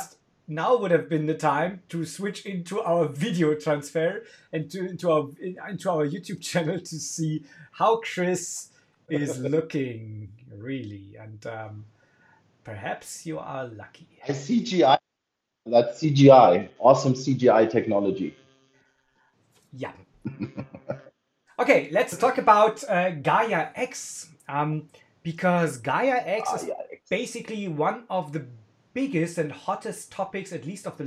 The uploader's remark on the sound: In this episode, we're struggling a lot with our equipment - Slack- and Phone-Calls, Screen Sharing, etc. Technical imperfections. In this episode, we're struggling a lot with our equipment - Slack- and Phone-Calls, Screen Sharing, etc.